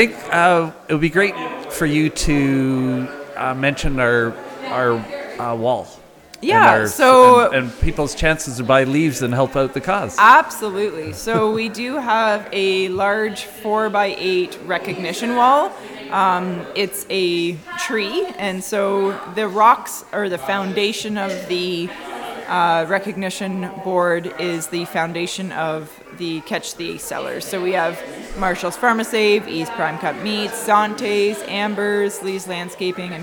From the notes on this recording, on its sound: During the grand opening of the Hillardton Marsh Visitor Centre. Immerse yourself in the captivating sounds from the bird banding table.